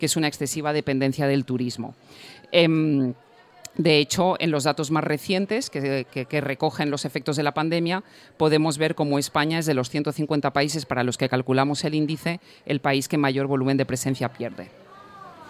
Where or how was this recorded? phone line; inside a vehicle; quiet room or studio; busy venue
busy venue